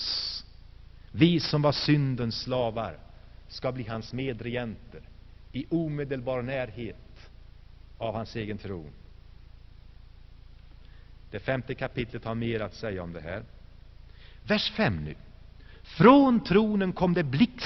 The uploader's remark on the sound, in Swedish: Inspelad i Saronkyrkan, G&#246;teborg 1985-01-27.